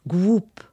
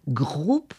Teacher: Vous voyez, une voyelle un petit peu plus longue. Quelquefois, on entend un « w » · Shown in: first take